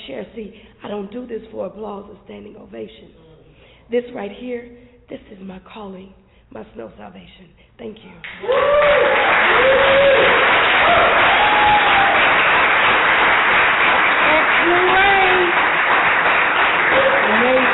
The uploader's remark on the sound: Live from the Oak Cliff Cultural Center, Dallas Texas. For The Poets Round Table series.